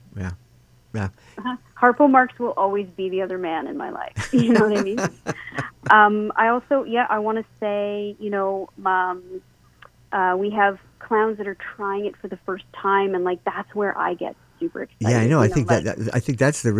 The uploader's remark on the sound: PHIL’S INN. Guests on the phone, and a very busy lobby.